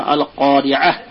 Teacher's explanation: ক এটা হরফে ইস্তেলা বা হরফে মোটা, মোটা অক্ষরের মধ্যে পড়ছে